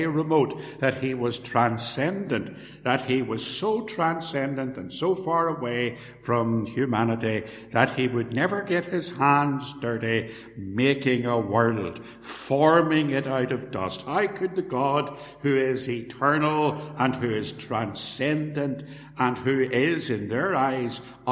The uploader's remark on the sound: Sermon preached at Templepatrick Reformed Church